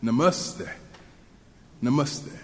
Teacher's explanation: There is more emphasis on the middle syllable, and the T in the last syllable has a softer sound, more of a TH sound. So combined with the S, the tongue touches behind the front teeth to create what might be described as a clipped list, ste.